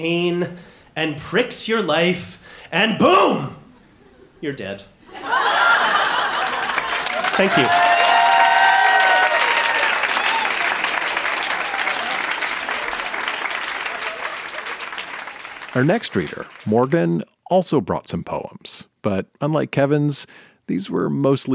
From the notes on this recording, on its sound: Recorded live in Vancouver, BC.